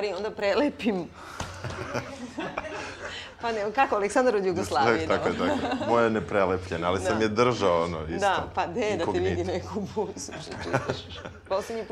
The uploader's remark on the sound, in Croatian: Snimanje pred publikom i razgovori nakon snimanja.